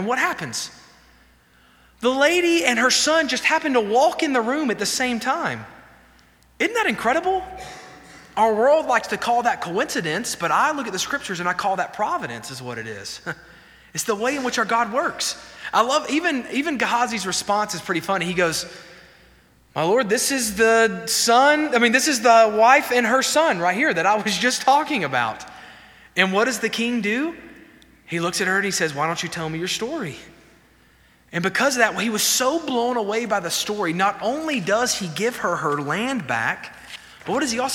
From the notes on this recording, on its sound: This sermon was delivered on May 31, 2023 at First Baptist Church Hendersonville, NC during the Wednesday night Bible study hour.